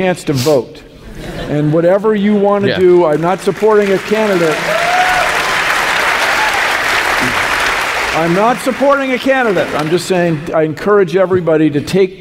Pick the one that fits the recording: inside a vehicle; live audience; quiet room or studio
live audience